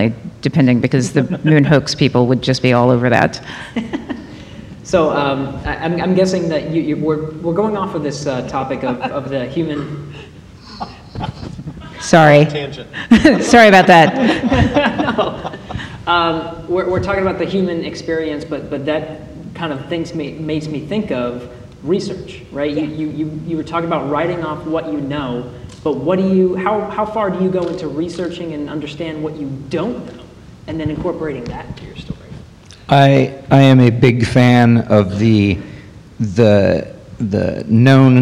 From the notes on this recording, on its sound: NASA's 60th Anniversary - Live! Houston We Have a Podcast took to the stage.